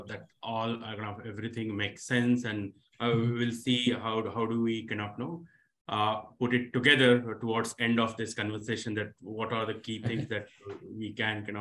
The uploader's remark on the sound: This webinar was recorded on Thursday 4th August 2022.